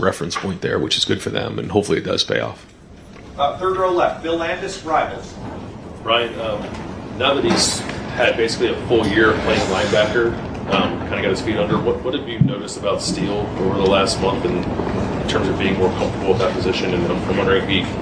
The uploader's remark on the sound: Press conference. Addresses the media on Tuesday August 30, 2022 at the Woody Hayes Athletic Center in Columbus, Ohio. During this news conference.